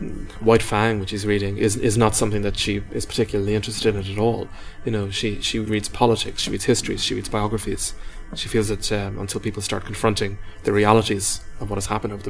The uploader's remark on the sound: at Worlds Literature Festival 2011